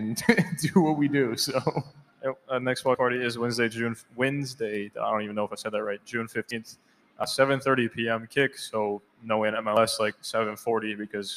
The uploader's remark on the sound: Big thanks to Tin Roof Orlando for letting us do our first ever live podcast at their venue!